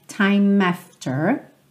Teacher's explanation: O E do time não é pronunciado, você já liga no A do after